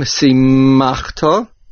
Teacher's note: there is a dagesh chazak in the mem, to strengthen the sound of the mem.